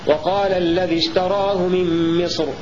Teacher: سكون الراء قولا واحدا لكون الراء مفتوح، لا روم فيها ولا إشمام